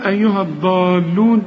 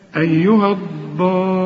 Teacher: المد ده هو اللي فوق اللام اللي بعده حرف مشدد اسمه مد لازم، لازم تمد ست حركات · Shown in: second take